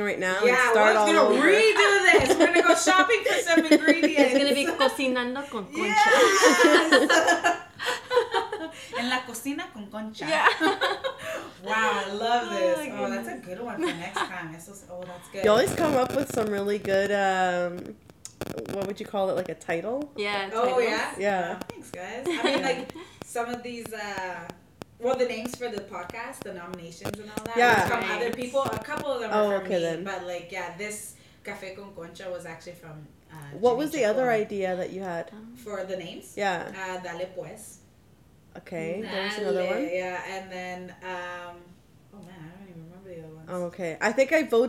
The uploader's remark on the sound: Please excuse the static (Not sure what that was about but enjoy!).